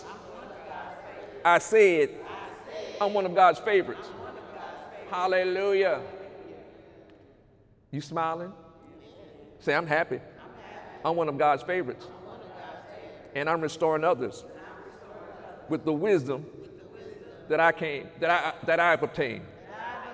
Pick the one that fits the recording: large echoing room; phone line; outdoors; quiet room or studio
large echoing room